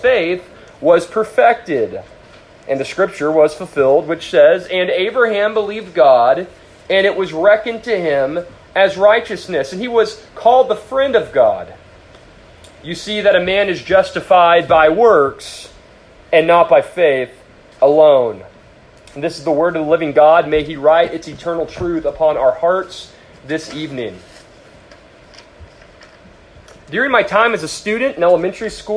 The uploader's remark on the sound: A sermon preached to the youth of First Baptist Church-Edna.